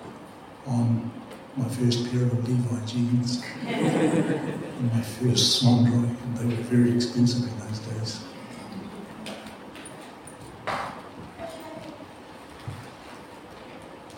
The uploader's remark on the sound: Apologies for the sound quality.